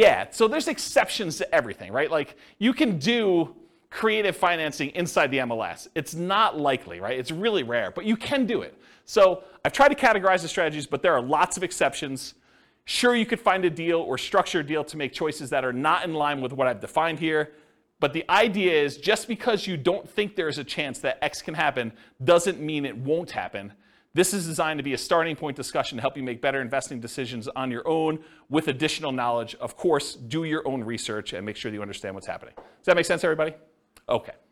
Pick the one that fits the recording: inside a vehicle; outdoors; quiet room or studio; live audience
live audience